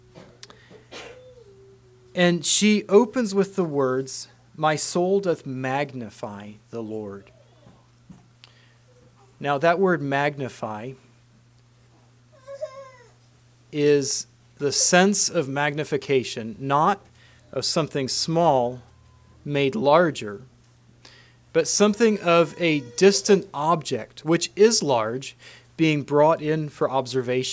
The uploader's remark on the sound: Christmas message preached at Word of Hope